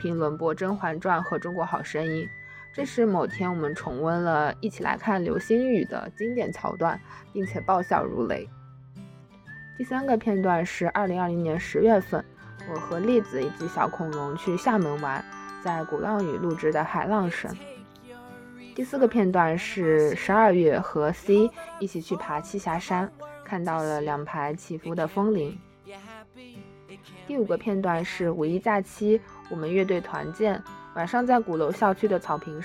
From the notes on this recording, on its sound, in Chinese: 在鼓浪屿录制的海浪声。当时演出到一半，突然被防疫办叫停。